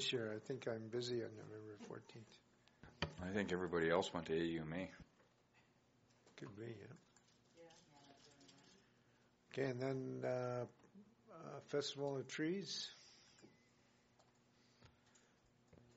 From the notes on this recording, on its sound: Audio recording of the November 3, 2014 Regular Meeting of Peace River's Town Council.